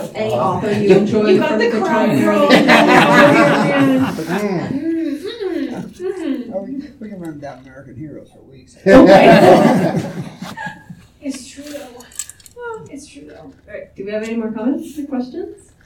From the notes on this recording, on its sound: Tucson Comic Con 2023. Recorded live at Tucson Comic-Con on Friday night.